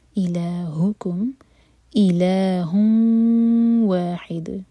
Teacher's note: ہا کی تنوین کے بعد واؤ ادغام غنہ کے ساتھ تو میک شیور کہ دو سیکنڈس کا ٹائم دیں اور ناک میں آواز لے جائیں